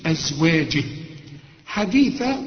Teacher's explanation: في عندك ياء صغيرة بعد الهاء ده ازواجه، تمدها حركتين عند الوصل تقول ازواجه حديثا، انما اذا وقفت ما فيش من ازواجه حديثا، طلع لسانك في الثاء